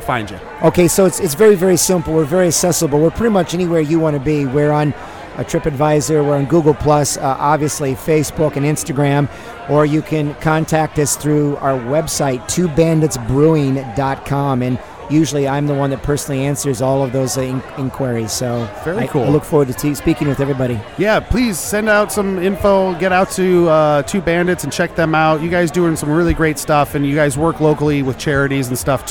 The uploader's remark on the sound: I report live from Brewfest Waterfront District in Lorain, Ohio. Hear from people enjoying themselves at Brewfest.